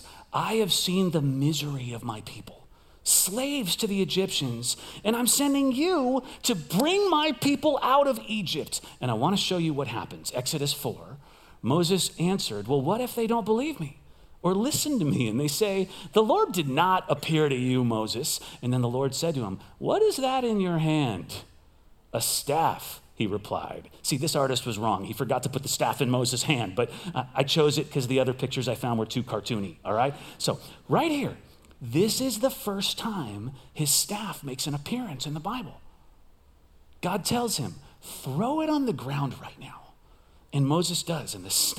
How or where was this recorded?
large echoing room